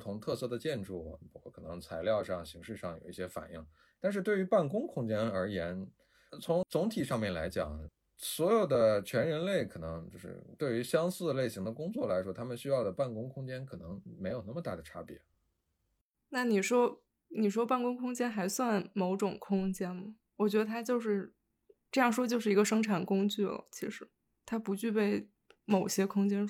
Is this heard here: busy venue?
no